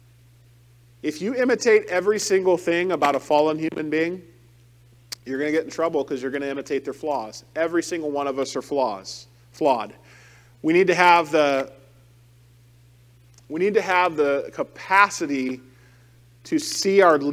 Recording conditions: large echoing room